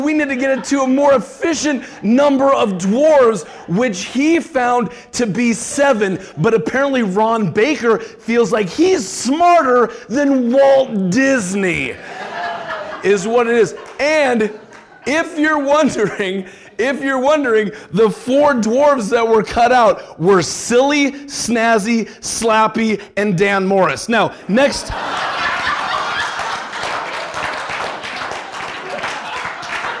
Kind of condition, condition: setting, busy venue